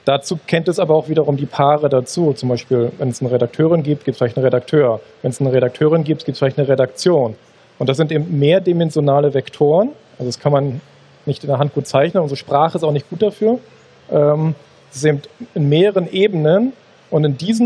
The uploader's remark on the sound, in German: Der Live-Talk war Teil des Liveprogramms von GameStar Talk auf der diesjährigen CAGGTUS Messe in Leipzig. Live-Special von der CAGGTUS in Leipzig. Der Live-Talk war Teil des Liveprogramms von GameStar Talk auf der diesjährigen CAGGTUS Messe in Leipzig.